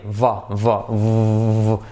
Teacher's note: Como una F sonora, v, activando las cuerdas